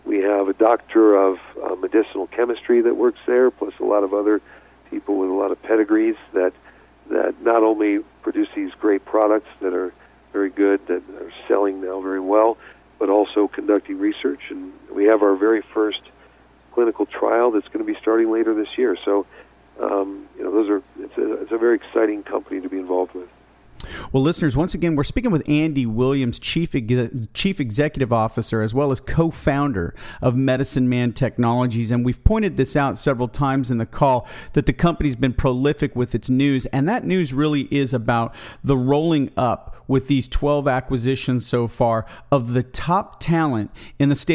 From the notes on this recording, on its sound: called in to SmallCapVoice.